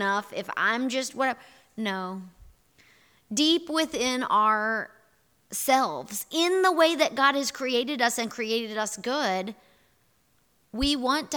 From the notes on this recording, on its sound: Here is our audio recording from this morning&#8217;s in-person worship service. Here is our audio recording from this morning’s in-person worship service.